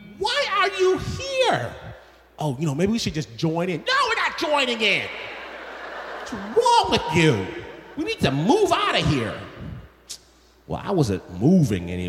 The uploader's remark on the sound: This story was performed at Snap LIVE in Los Angeles and was presented by KPCC.